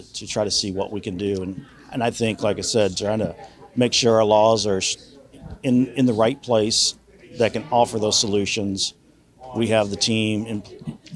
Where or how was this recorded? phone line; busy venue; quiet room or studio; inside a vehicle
busy venue